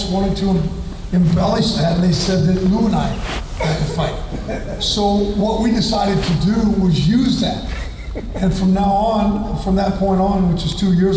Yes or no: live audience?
yes